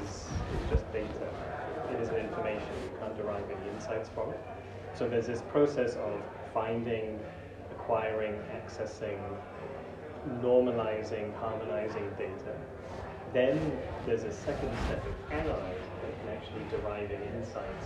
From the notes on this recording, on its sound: the PharmStars presentation last month at the Boston Seaport, with interviews conducted at the event